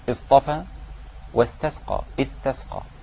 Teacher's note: إذا بدأت بالألف هكسرها، اصطفى واستسقى، استسقى، هذه همزة وصل وليست قطع، بعكس همزة القطع.